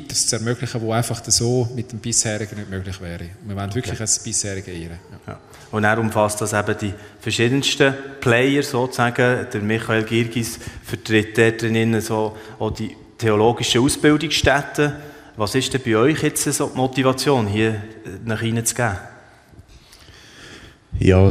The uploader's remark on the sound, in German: Der am Livenet-Jahresfest in der ETG Bern aufgezeichnet wurde. In diesem Talk, der am Livenet-Jahresfest in der ETG Bern aufgezeichnet wurde.